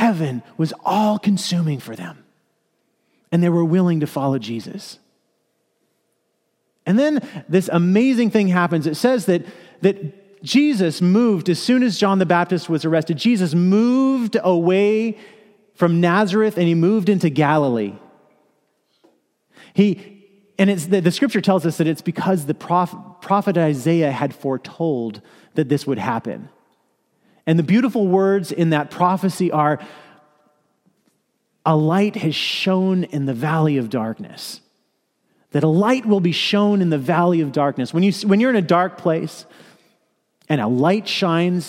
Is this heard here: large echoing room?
yes